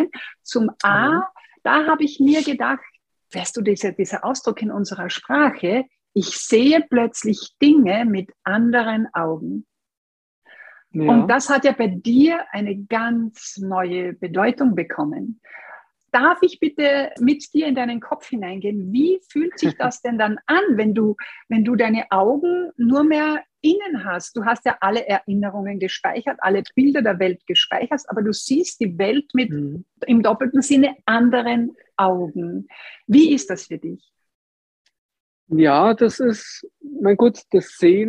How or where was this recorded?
video call